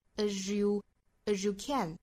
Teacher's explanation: many mistakes as you can.还有一点呢，就是 as 和 you 之间是可以做连读同化的，我们这个时候读得非常快的情况下可以带过读成 you,也就是相当于 as 的这个 z 跟 you 打手的这个 ye 这个音呢， z 和 ye 之间做连读同化，我们发成日的发音，所以这两个词我们可以读成 as you can,也可以读成 as